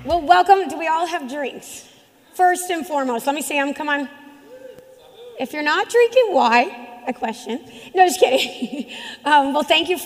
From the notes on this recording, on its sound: LIVE at Wireless West. In our first episode live with an audience. This episode was recorded in front of an audience at the Wireless West Conference in Las Vegas.